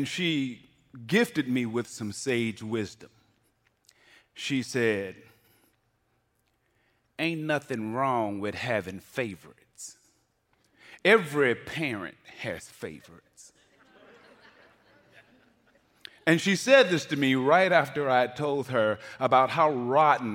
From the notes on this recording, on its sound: The fourth episode of Untold Stories was recorded live on stage at the Florida Theater in downtown Jacksonville.